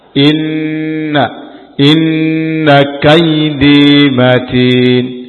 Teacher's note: inna nun huruf gunnah apabila ada tasdid maka gunnah lebih sempurna ditahan beberapa saat